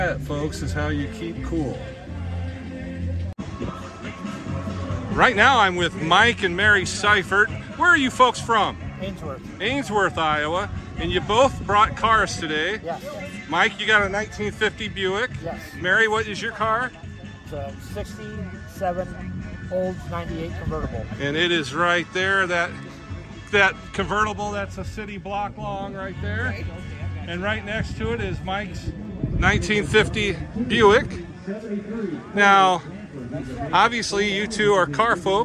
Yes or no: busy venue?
yes